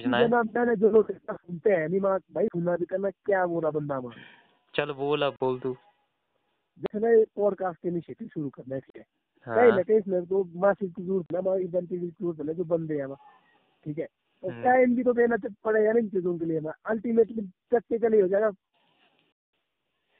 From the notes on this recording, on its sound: A phone talk